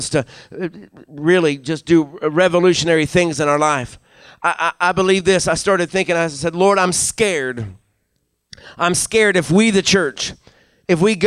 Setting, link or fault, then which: setting, large echoing room